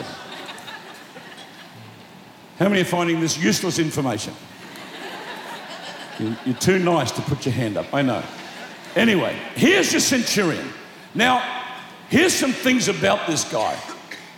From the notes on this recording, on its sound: Preached Live At Planetshakers Melbourne